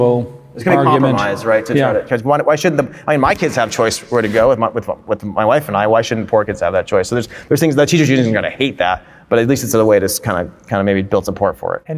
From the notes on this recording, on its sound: This talk was recorded LIVE at the All-In Summit in Miami!